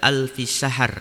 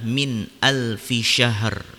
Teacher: jangan sampai dibaca dengan min alfi sahar, tapi yang benar adalah min alfi syahr dengan huruf sya · Shown in: second take